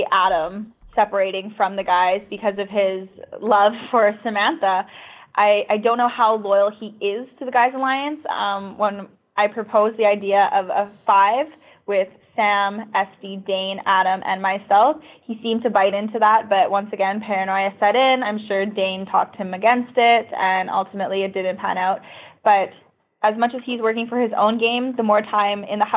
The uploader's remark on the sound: Phone Interview